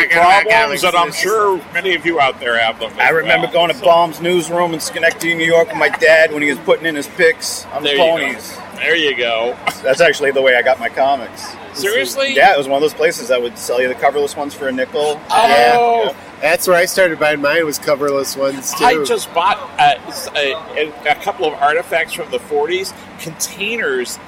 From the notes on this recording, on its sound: Alternative Press Expo 2017 Day 2 in San Jose. Interviews from the show floor.